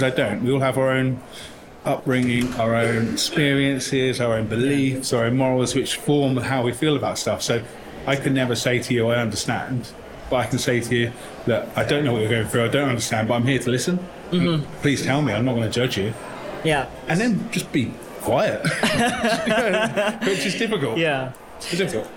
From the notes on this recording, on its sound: Live From The Salon Owners Summit 2023. This "Live From..." bonus episode was edited and mixed by Audio Z.